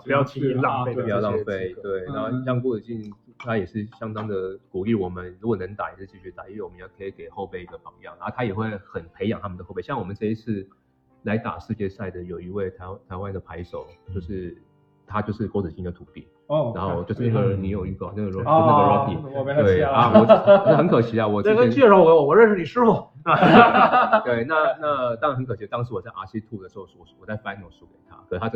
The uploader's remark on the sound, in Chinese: 世冠现场录制